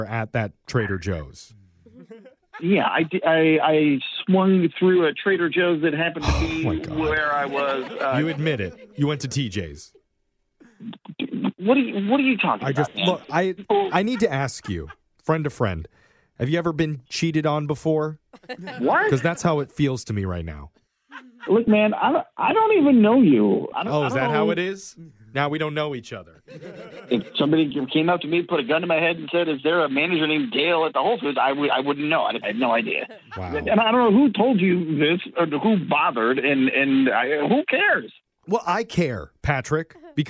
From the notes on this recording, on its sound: In today’s Phone Tap we’re calling a customer directly.